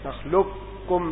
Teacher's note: نخلقكم فيها فهو جهين، والراجح الإدغام الكامل، تصير قاف كاف، نخلقكم بكاف